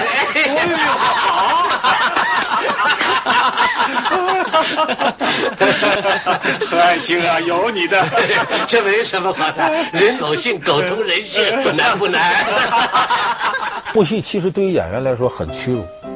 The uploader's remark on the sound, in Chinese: 還有聽故事的觀眾